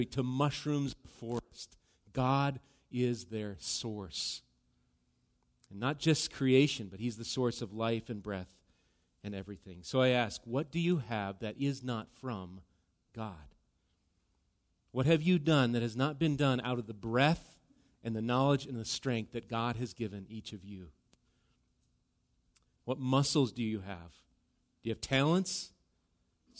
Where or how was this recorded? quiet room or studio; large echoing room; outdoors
large echoing room